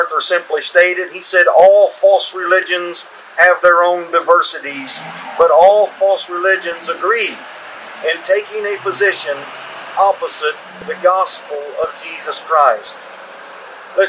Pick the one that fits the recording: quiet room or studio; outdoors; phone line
outdoors